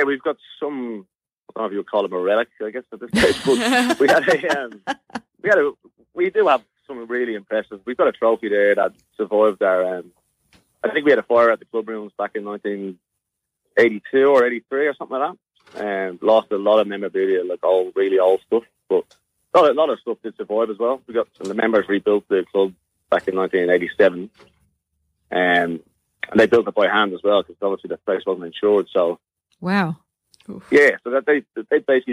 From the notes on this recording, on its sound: In the studio the Team this week will be State Dream Team Defender. Talking football with the Team and bringing you the latest news are these guests live on the phone.